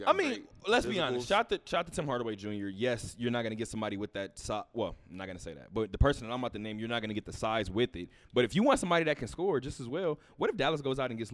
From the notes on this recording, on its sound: Talk that Talk Radio Show Live from Westgate.